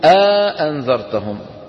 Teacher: بعض القبائل ببعدوا الهمزتين عن بعض · Term: مد الحجز